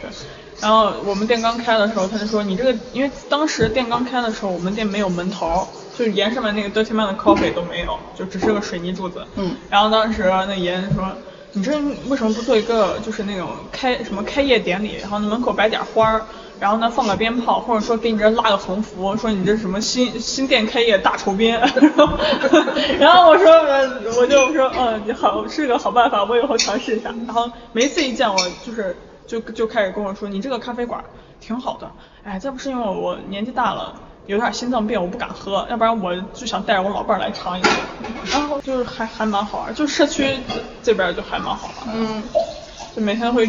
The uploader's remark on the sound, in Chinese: 这期西安老街咖啡馆的节目是在DirtyMind Coffee录制的。DirtyMind Coffee是在南二环与朱雀花卉市场交汇处不远的西旅家属区门口，大眼望去像是小区的门卫，曾被客人戏称为“传达室咖啡馆”。